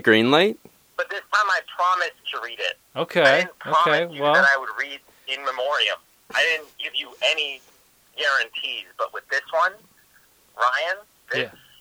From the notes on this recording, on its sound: get on the phone